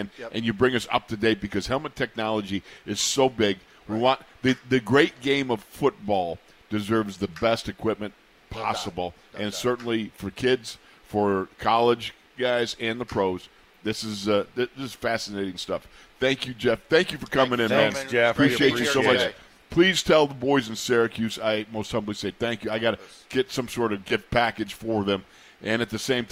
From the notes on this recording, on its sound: In the Locker Room Live from Steelers Camp Day 7.